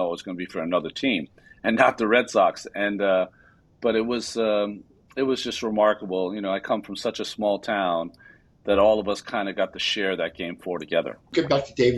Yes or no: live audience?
no